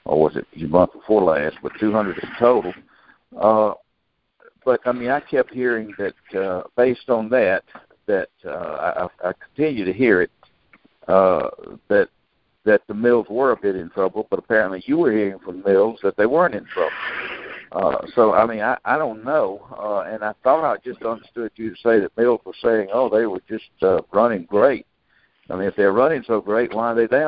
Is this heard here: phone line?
yes